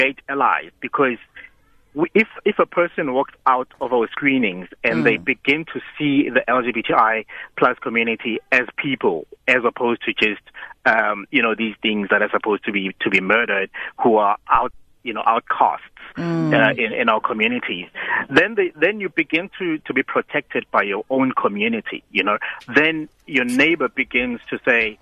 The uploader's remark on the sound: joined on the line